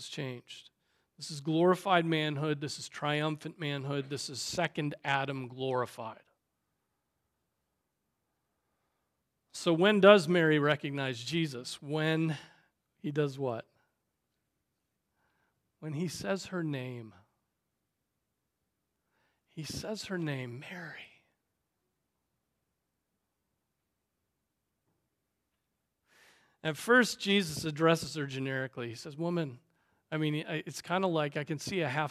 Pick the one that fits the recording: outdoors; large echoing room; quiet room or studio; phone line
large echoing room